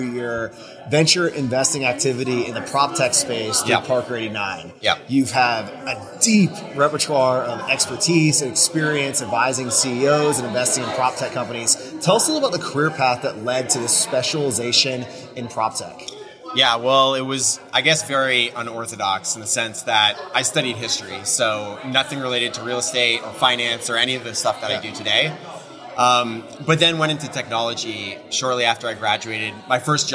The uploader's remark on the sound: This episode was recorded at our recent HousingWire Annual event